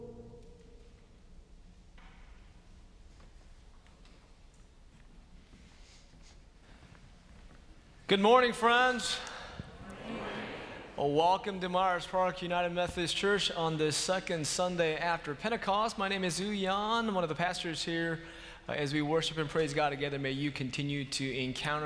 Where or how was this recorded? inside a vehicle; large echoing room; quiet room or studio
large echoing room